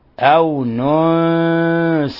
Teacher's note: في النون الثانية الساكنة الحكم التجويدي إخفاء حقيقي ننسها أو ننسها، فأخفينا النون الساكنة عند السين فصارت أو ننسها